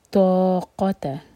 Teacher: طا heavy قاف heavy, اس کے بعد تا لائٹ